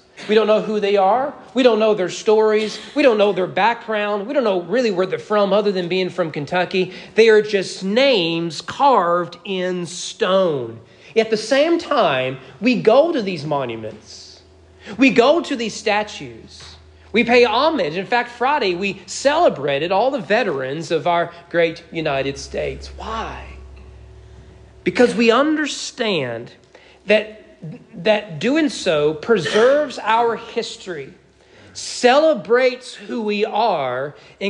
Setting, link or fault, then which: setting, large echoing room